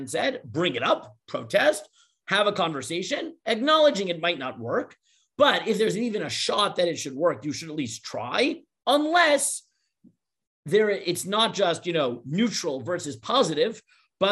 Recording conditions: video call